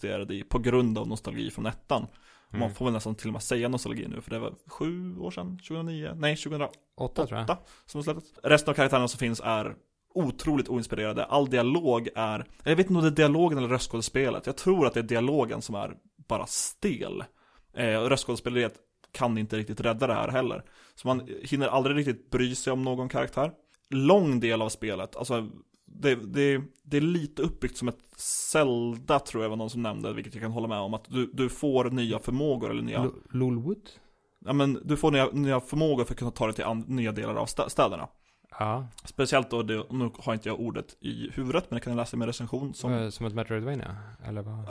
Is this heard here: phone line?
no